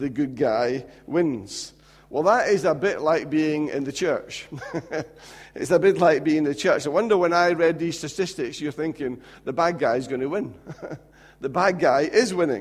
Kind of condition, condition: setting, large echoing room